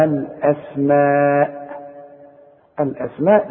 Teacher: الاسماء لازم تمدها اربع حركات